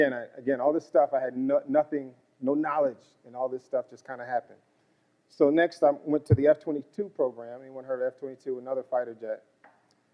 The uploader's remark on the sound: Leads a close knit discussion that fields questions and anecdotes from the audience.